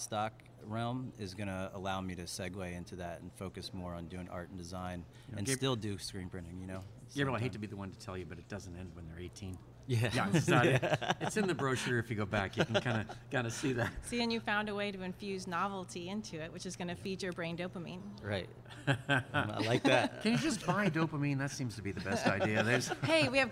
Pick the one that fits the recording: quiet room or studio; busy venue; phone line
busy venue